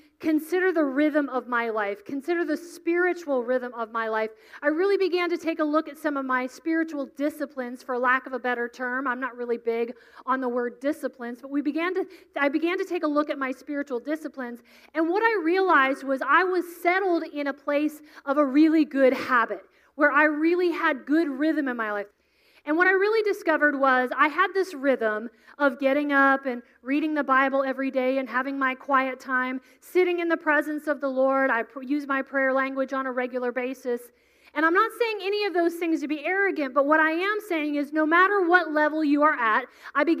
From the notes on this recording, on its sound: Dive into this podcast episode from session 1 of the West Side Story Conference.